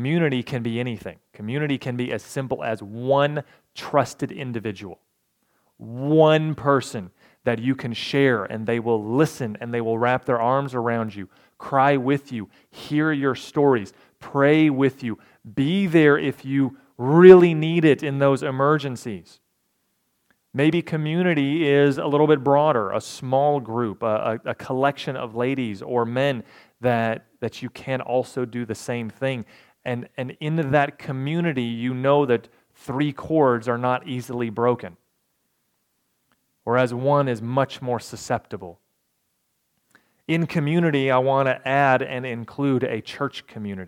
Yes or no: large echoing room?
yes